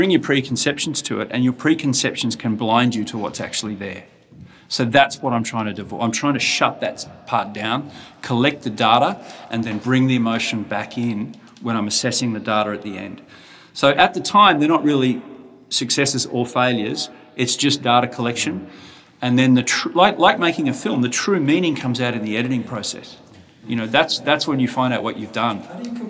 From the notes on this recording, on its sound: We took our mics to the Robert Mann Gallery , in New York. We took our mics to the Robert Mann Gallery , in New York.